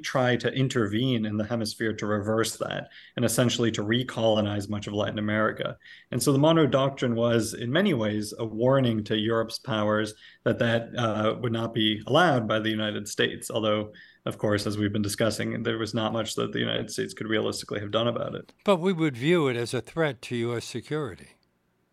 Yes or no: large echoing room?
no